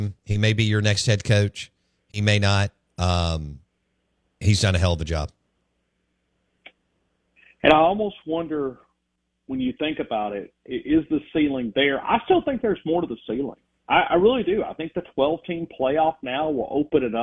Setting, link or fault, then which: link, phone line